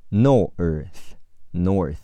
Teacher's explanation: 咬舌音，只出气不出声，是 t h 组合